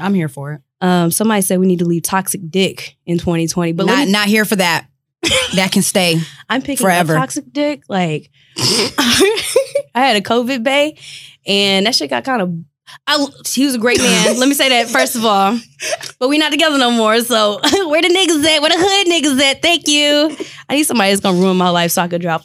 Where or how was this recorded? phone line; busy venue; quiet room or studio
quiet room or studio